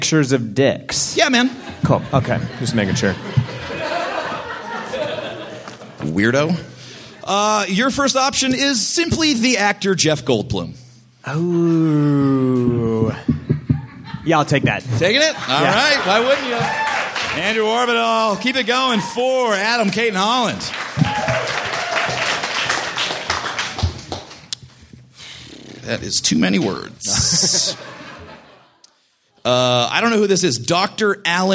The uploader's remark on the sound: Recorded at the Bug Theater in Denver, October 13,2013.